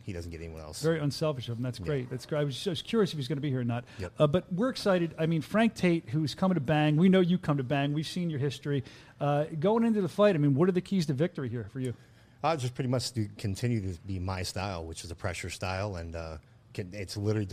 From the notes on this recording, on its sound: Bare Knuckle Fighting Championship show is live from Birmingham, AL!